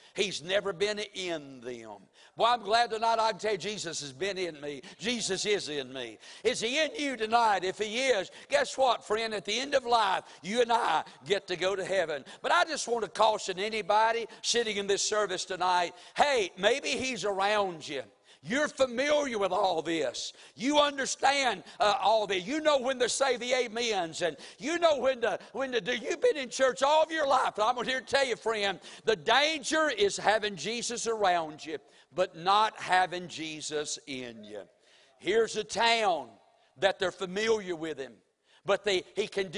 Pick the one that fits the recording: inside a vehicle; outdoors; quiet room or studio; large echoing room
large echoing room